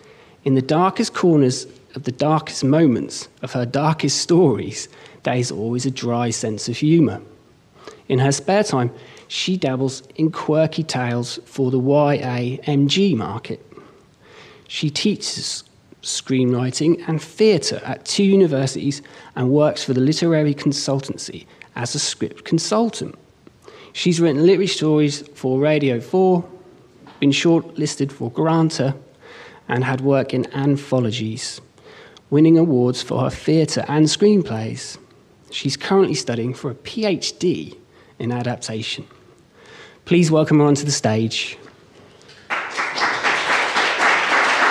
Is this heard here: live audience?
yes